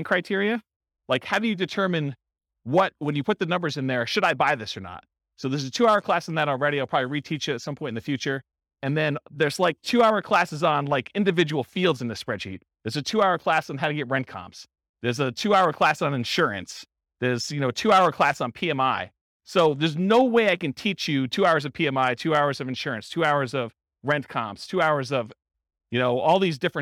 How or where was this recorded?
live audience